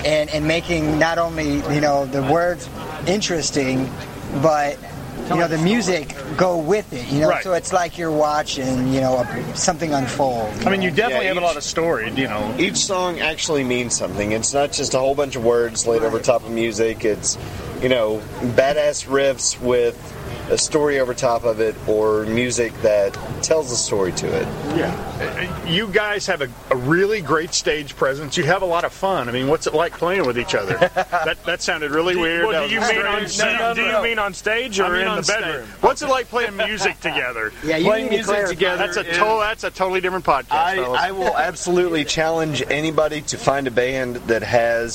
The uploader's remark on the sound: Special interview recorded at the massive benefit concert – featuring nine rock and metal bands. Prior to that show at Brewskees.